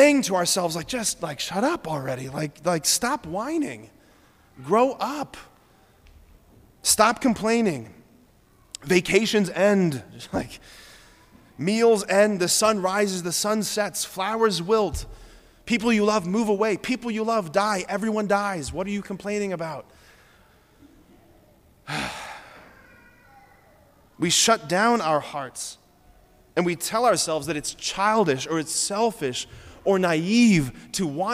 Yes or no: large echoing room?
yes